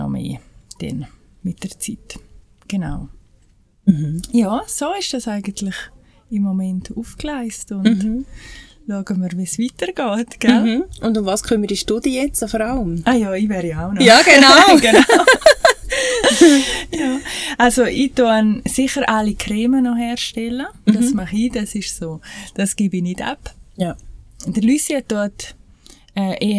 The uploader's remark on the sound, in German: Leider ist die Audio/Aufnahmequalität in dieser Episode nicht optimal da viel Umgebungslärm vorhanden war. Leider konnte in der Nachbearbeitung nicht alles rausgeschnitten werden.